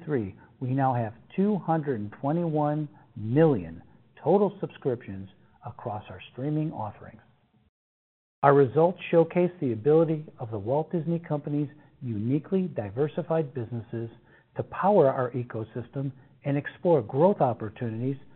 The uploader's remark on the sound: Earnings Conference Call